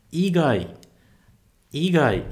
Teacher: Igai, agora é uma pronúncia de cima para baixo